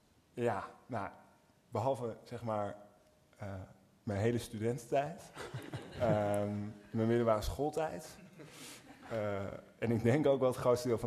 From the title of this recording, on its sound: Literaturfest Live III